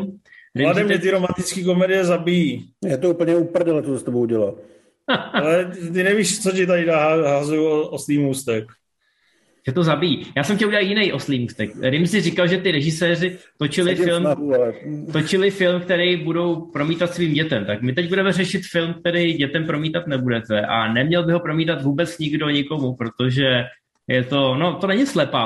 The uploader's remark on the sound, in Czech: Jsme zpátky na Zoomu